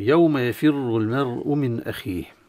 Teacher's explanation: من أحكام التجويد في هذه الآية تفخيم الراء المضمومة في كلمة يفر، هي مضمومة فحكمها التفخيم